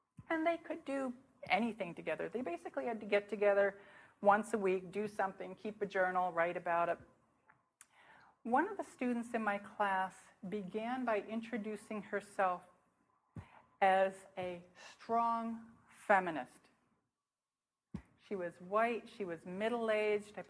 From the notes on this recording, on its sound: speaking at the Fourth International Interdisciplinary Conference on Clinical Supervision, convened in Buffalo, NY, Spring 2008.